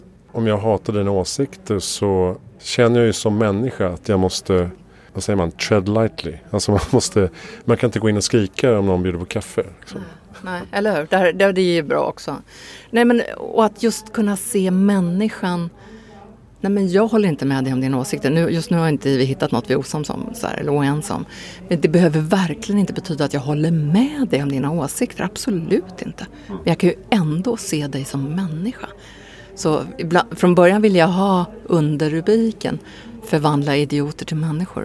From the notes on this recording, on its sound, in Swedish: Inspelat på Epicenter Stockholm under SIME Conference